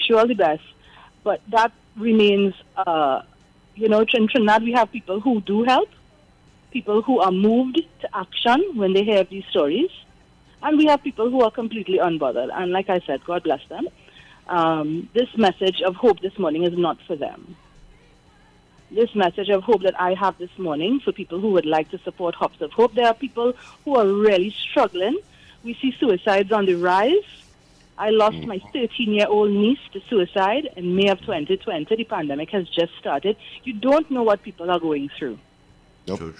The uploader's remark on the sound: we take more calls from the audience